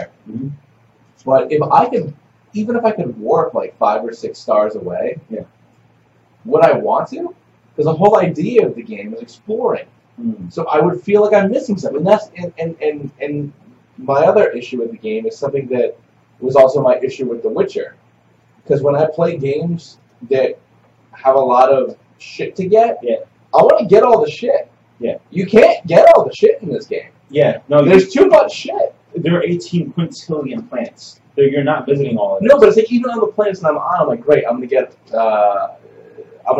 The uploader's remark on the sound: Audio is a little off, I'm sorry - I fixed it the best I could